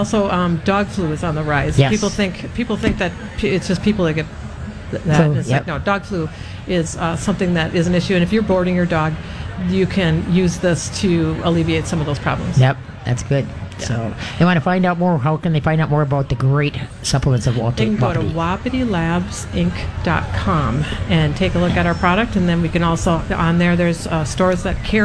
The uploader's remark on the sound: LIVE from the MN State Fair!